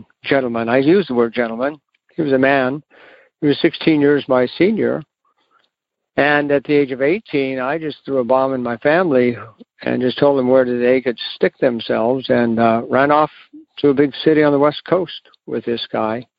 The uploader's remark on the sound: Monday Noon Phone Speakers Series